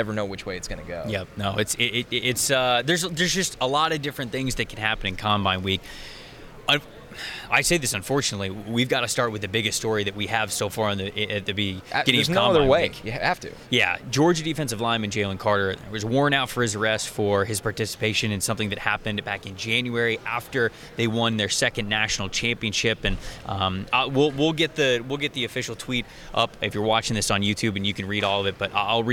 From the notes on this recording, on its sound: Come to you live from the 2023 NFL Combine.